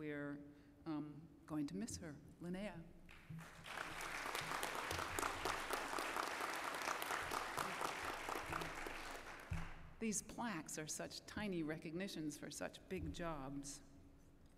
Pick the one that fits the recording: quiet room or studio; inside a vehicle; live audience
live audience